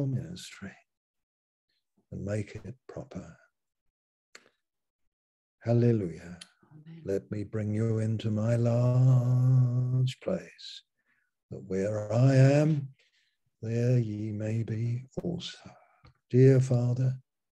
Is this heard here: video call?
yes